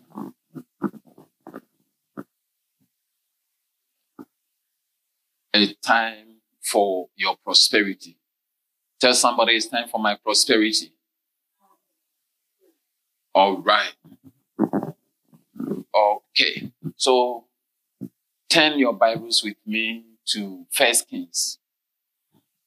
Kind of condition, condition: setting, large echoing room